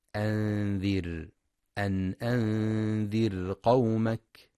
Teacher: وينتبه لترقيق راء أنذر لأنها ساكنة وما قبلها مكسور